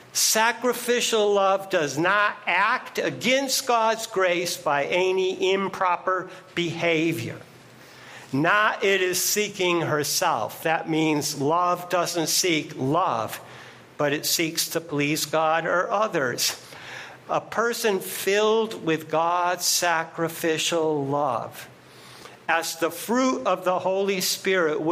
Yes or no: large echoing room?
yes